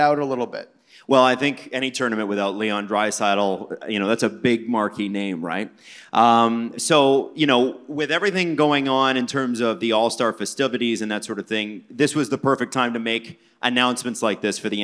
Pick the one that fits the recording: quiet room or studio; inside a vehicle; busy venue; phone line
busy venue